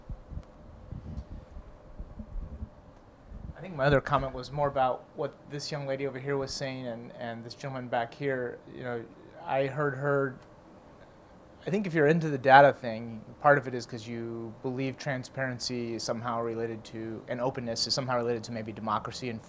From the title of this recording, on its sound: Friday Lunchtime Lecture